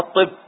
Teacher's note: أولا حولنا اللام إلى طاء، وإلا ما ستدخل في الطاء · Term: الإدغام